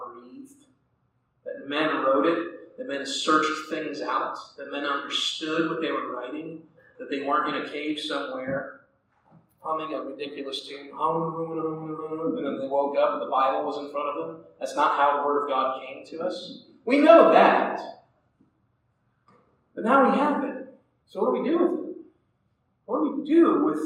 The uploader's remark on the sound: Audio quality is not great on this one.